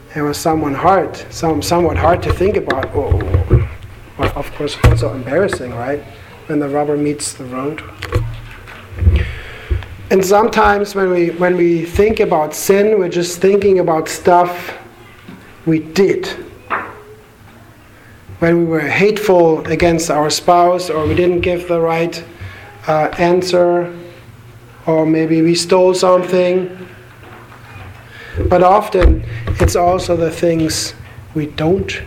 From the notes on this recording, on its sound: Sermon delivered to the Galena Bible Church